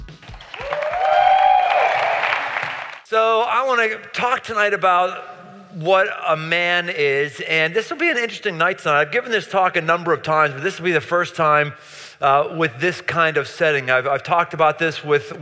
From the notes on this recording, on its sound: Live in Cincinnati. Near the campus of the University of Cincinnati.